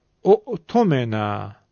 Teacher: در صورت ابتدا به کلمه به شکل واو مدی خوانده می شود. اؤتمنا می شود اؤتمنا.